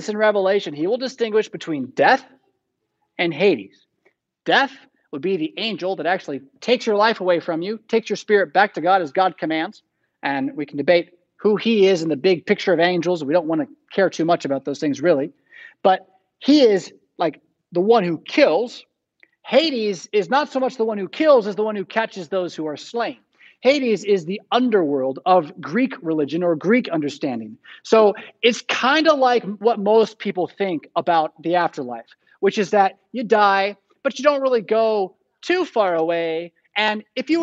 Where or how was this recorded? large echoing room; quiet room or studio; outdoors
large echoing room